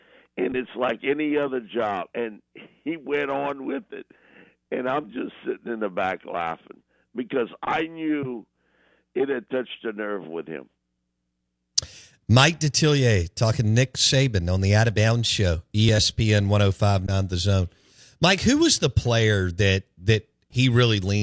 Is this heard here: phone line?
yes